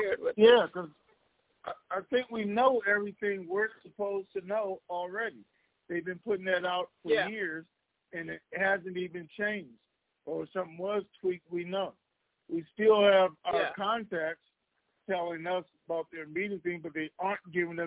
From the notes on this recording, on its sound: TNTSuperfantastic Conference Call